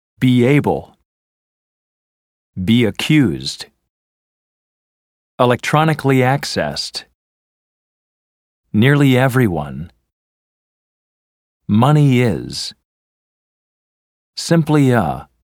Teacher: Since the vowel E is very similar to the consonant Y, y is the transitional sound that helps you glide easily from E to another vowel. · Term: Y vowel link